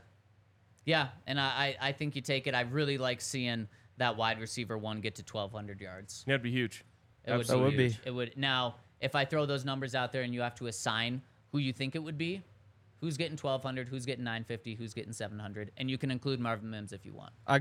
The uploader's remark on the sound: Coming to you LIVE from the DNVR Bar.